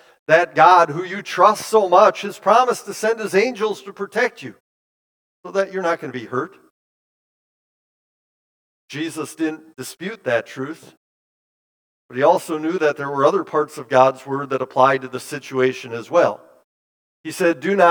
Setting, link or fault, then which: setting, large echoing room